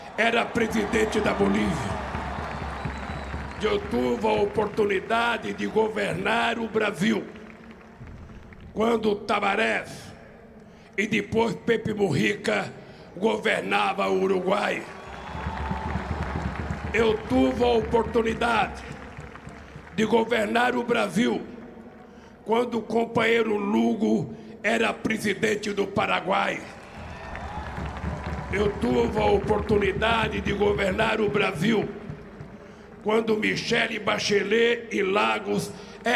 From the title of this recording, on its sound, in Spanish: "Festival Democracia Para Siempre" na Plaza de Mayo, Buenos Aires.